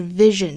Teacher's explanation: 那我们注意 vision 里面的这个 s 呢，应该是读一个 r 的发音，它是 sh 的浊音啊